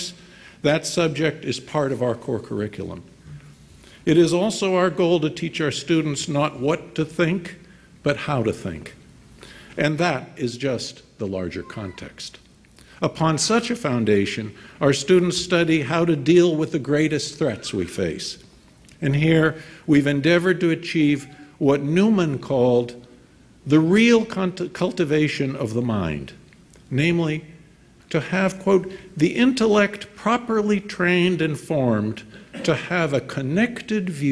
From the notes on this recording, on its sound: delivered remarks at IWP's Commencement ceremony on May 18, 2019, at the Fairmont Hotel in Washington, D.